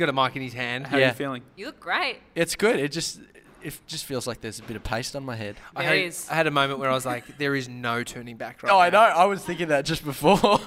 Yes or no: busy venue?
yes